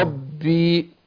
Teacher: ربي الباء قلنا بتخرج من الشفتين بس هي بتكون امكن من الميم